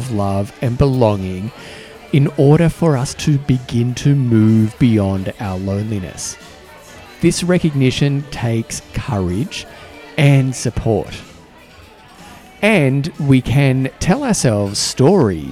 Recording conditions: busy venue